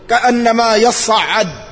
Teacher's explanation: وأصلها يتصعد، أسكنت التاء ثم أدغمت في الصاد، مع أن التاء من حروف الهمس والصاد من حروف الإطباق، لكن للمقاربة أدغمت.